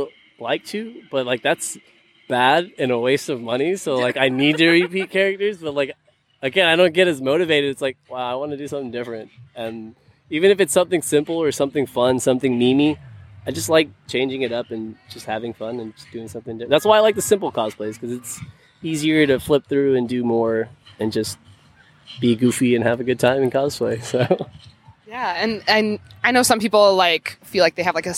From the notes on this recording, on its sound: Live at Cosplay Beach Party